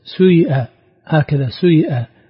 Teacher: قرأ نافع وابن عامر والكسائي بإشمام كسرة السين الضم